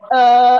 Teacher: la vocale che sta al centro del quadrilatero delle vocali, quindi è una vocale media · Term: schwa